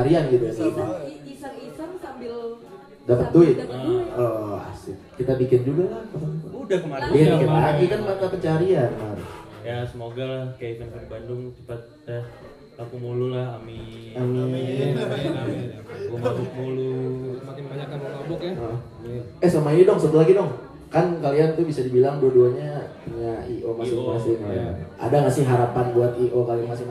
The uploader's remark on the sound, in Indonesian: Episode kali ini merupakan episode special buat kami karena akhirnya kesampean bikin live podcast untuk pertama kalinya, all thanks to Far Far Away Bandung!